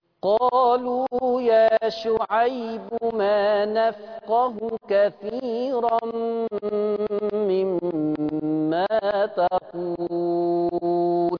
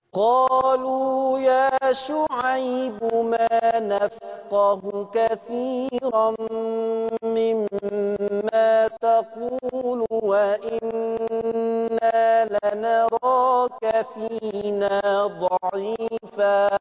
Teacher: الأولانية كانت التوسط أربعة شاطبية، ورحت جايب القصر حركتين المصباح · Term: المنفصل